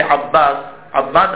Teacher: الأول منهما ساكن والثاني متحرك كما نقول مثلا في عباس عباس الباء عبارة عن حرفين أولهما ساكن والثاني متحرك لكن نحن نمتقهما في بعضهما فلا يبدوان حرفين كأنهما حرف واحد · Term: الإدغام